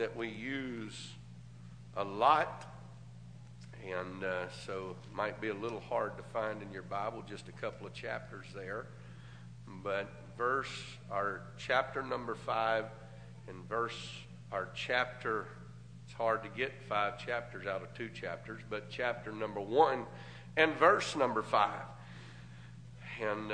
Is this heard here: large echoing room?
yes